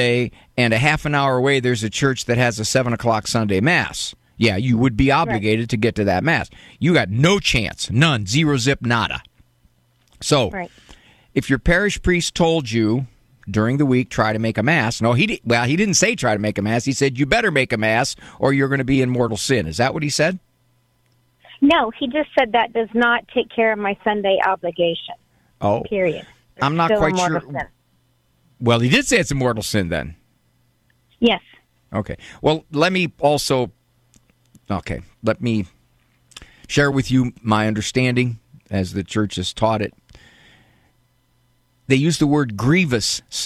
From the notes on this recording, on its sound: he took live calls